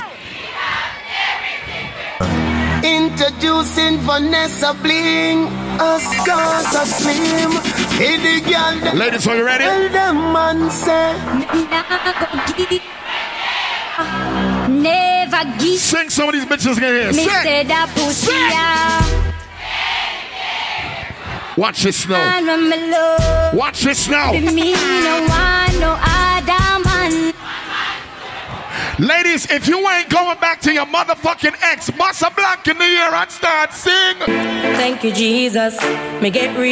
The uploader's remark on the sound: Tropical Fridayz 11/24/23 (LIVE AUDIO)